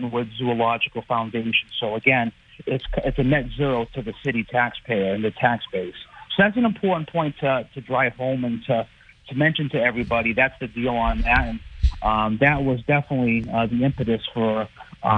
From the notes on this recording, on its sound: Calls in live from the council chambers following a subcommittee meeting.